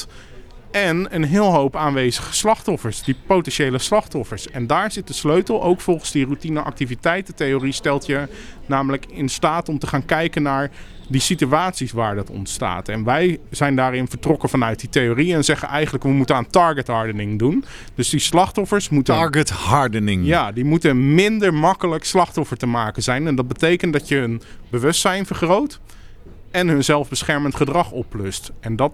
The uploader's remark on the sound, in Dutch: We waren live vanuit Leiden vanaf het moment dat deelnemers de deur uitgingen om 07:00 tot het einde van de congresborrel rond 17:30. Live updates vanuit het SIA-congres.